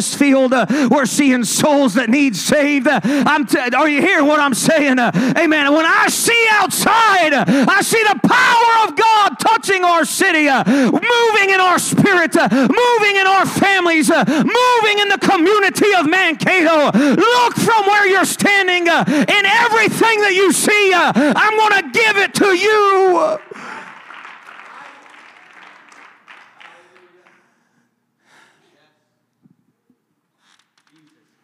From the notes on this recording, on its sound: ministering at a service at Connect Point UPC